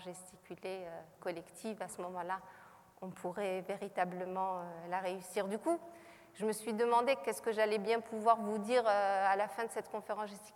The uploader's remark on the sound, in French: Captation de la conférence gesticulée donnée à l’occasion des États Généraux de la Santé des Travailleuses et des Travailleurs organisés par le Collectif pour la santé des travailleuses et travailleurs.